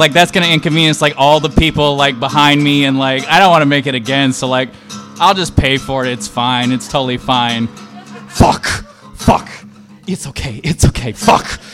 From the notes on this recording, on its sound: The Your Stories show we recorded at the Nerdist Showroom at Meltdown Comics. It was a real treat to record at such an iconic venue.